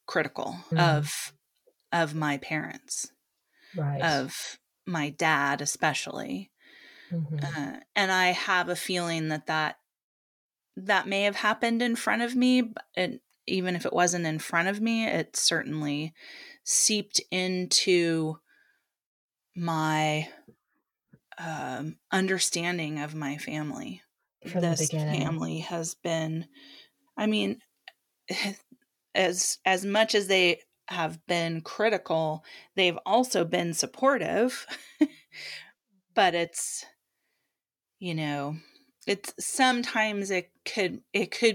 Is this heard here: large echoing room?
no